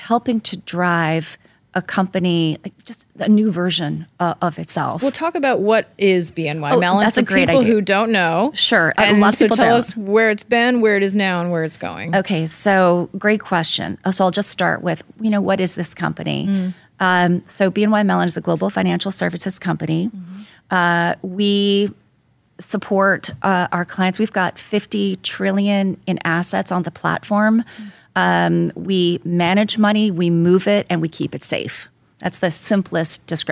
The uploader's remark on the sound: In this special episode recorded at ADWEEK's Outlook 2024 event in New York City.